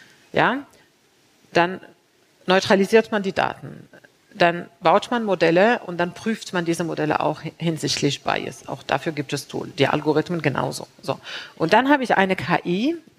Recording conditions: busy venue